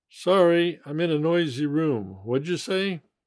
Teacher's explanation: What did you say becomes what'd you say? · Term: normal conversational American English